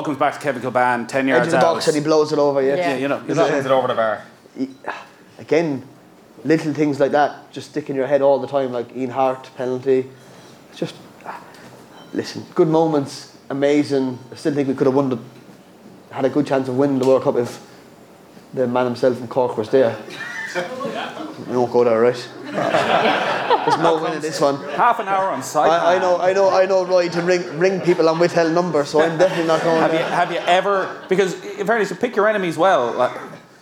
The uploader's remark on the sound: live in Galway